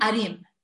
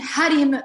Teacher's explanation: the Aleph and the Hey, they pronounce the same way · Shown in: first take